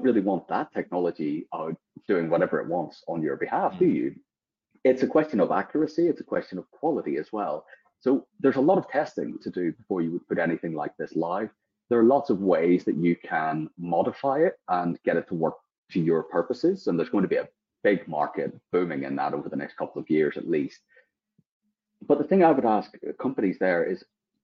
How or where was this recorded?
video call